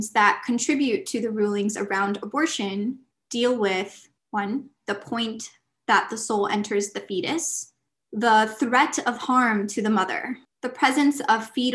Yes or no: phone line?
no